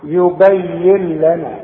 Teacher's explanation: لا تغنى شوف قال ادع لنا ربك يبين لنا يبين لنا بشبك الياء مع اللام وكأن النون غير موجودة واسمعها يبين لنا وما تستعملش لسانك وتظهر لي اللون وتقول لي